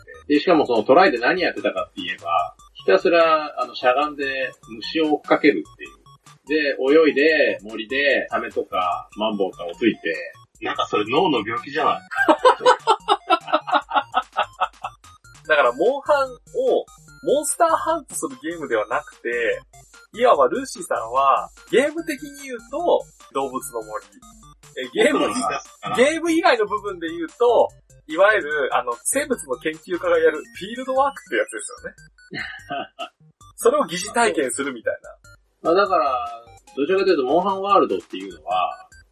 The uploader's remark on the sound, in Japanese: 今回もスカイプ収録となっております。一部音質が悪かったりもしますがご容赦ください。